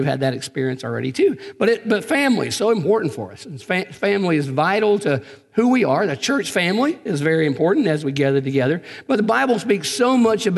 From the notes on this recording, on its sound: Recorded on January 5, 2020 at Graceland Baptist Church in New Albany, Indiana.